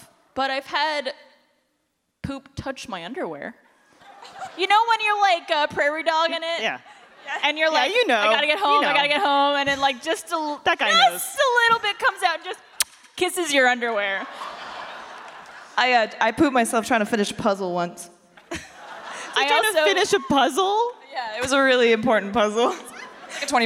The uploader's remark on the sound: for this episode of Always Open live from RTX!